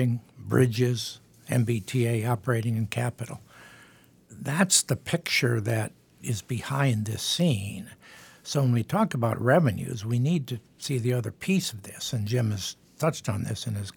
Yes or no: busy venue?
no